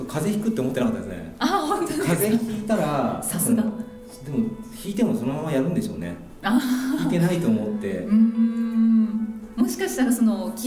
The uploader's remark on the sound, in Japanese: サハラ砂漠マラソン報告会（公開収録）。